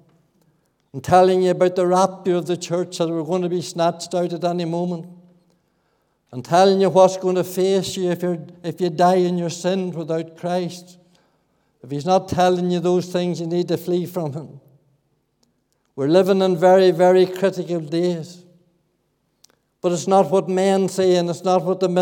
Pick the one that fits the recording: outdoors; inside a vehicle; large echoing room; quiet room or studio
large echoing room